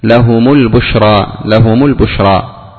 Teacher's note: مثل لهم البشرى، لهم لهم ميم ساكنة، البشرى آ همزة وصل، لما التقى ساكنا حركت الميم